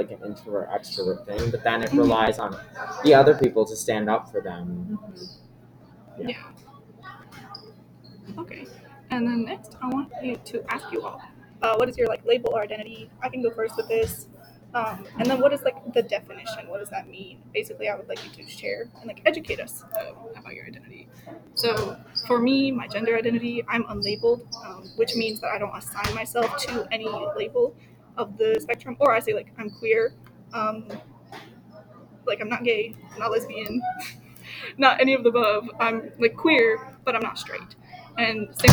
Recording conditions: sounds in the background